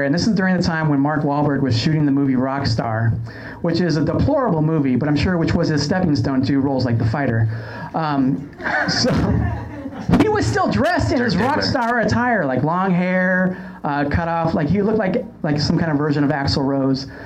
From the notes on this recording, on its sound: Broadcast live from the 1st Annual Los Angeles Scripted Comedy Festival at The IO West in Hollywood